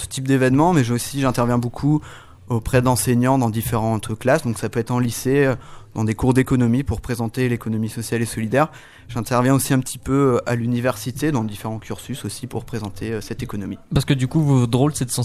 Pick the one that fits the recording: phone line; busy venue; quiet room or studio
busy venue